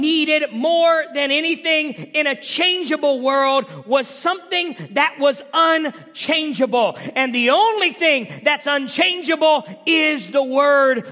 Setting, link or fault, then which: setting, large echoing room